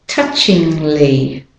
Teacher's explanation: So you're going from NG to L.